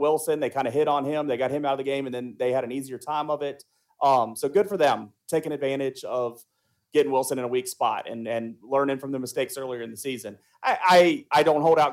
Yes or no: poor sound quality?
no